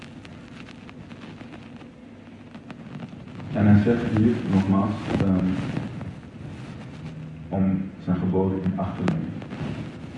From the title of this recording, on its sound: slechte audio